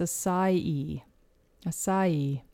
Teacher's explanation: you actually stress the last syllable of E. So it's acai.